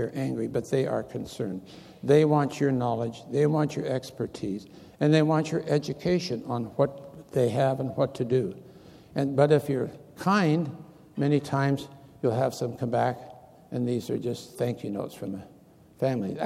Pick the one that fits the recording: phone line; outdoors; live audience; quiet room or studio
live audience